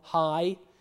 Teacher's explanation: There is a long vowel, a diphthong, high, but there is no consonant. There is definitely not a g, and there is definitely not a h, right?